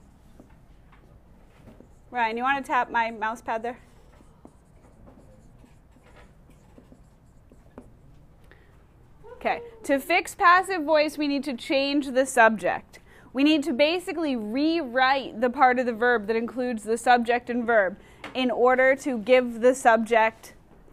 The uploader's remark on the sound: Recorded in class on 1/22/2020